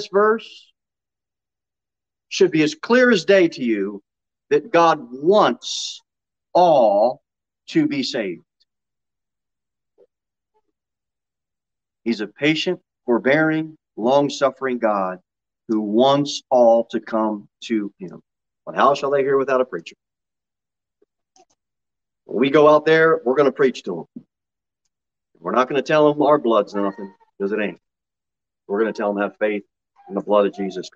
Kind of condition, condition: setting, large echoing room